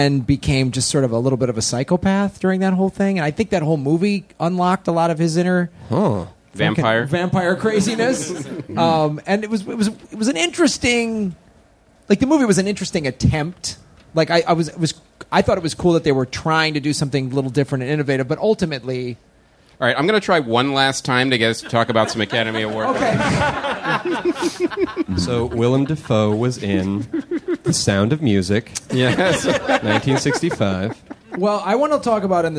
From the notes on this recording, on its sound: LIVE AT SF SKETCHFEST. Live at the Punchline Comedy Club for San Francisco Sketchfest.